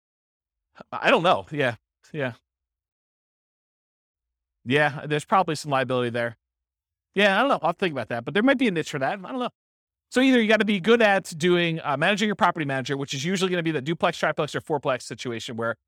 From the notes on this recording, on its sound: This was a live class recorded